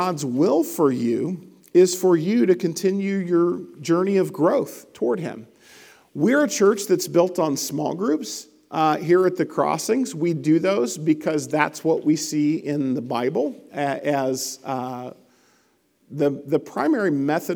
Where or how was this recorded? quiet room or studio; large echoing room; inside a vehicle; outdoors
large echoing room